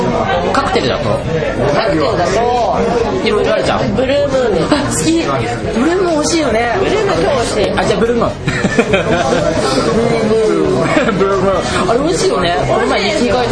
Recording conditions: busy venue